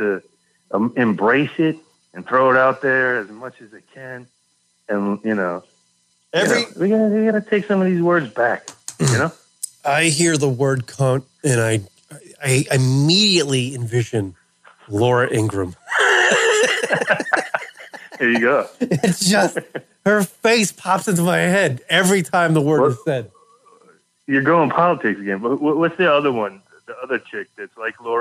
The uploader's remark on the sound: joins us on the phones